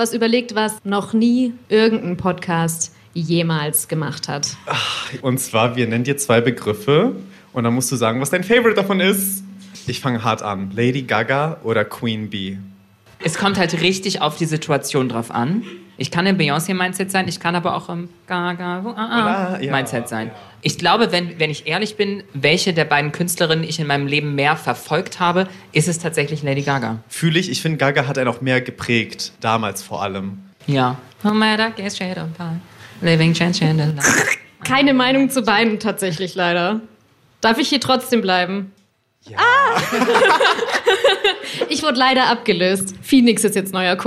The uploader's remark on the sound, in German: Live-Podcastfolge. LIVE vom PULS Festival 2023!